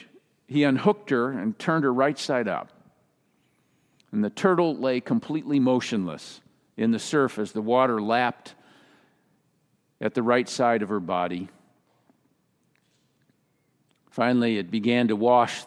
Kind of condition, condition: setting, large echoing room